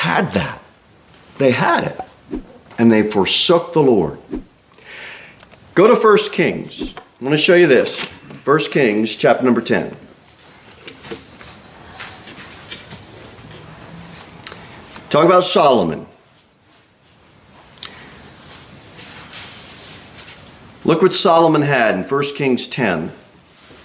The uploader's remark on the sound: Sermon delivered at Pilgrim Baptist Church on Sunday, November 20, 2023, at 11:15 am.